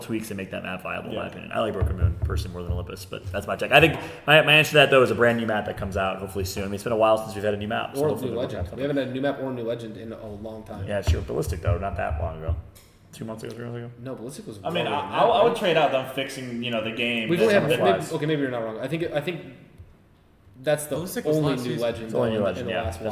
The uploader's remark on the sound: LIVE FROM BIRMINGHAM DAY 1